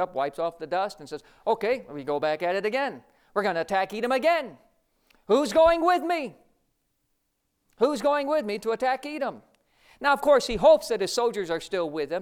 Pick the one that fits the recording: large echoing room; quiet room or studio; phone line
large echoing room